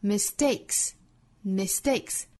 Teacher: 因为一般来说 s 这个音后面的清辅音呢是会做不送气处理的。